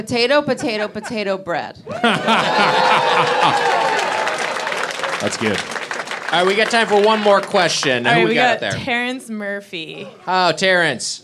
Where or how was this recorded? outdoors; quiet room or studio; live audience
live audience